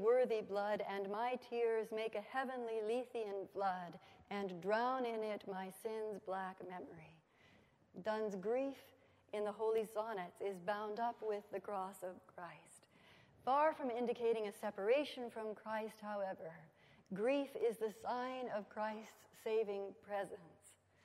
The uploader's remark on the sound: at the Wycliffe Centre for Scripture and Theology Fall 2015 Colloquium